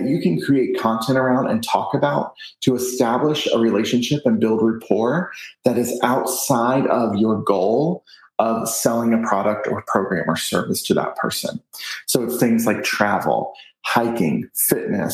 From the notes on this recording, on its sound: I recently had a virtual chat